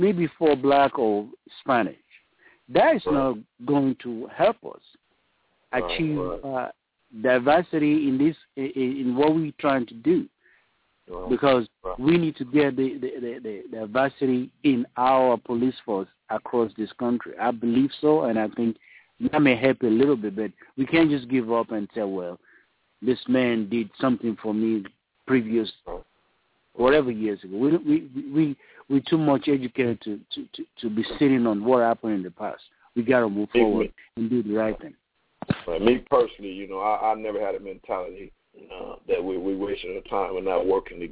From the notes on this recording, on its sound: open up the phone lines